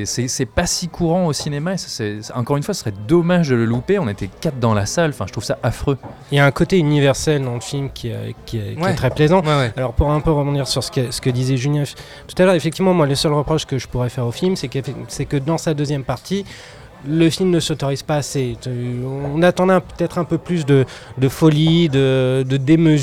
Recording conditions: busy venue